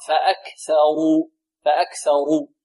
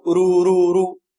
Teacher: الراء هنا مفخمة لأنها مضمومة · Shown in: first take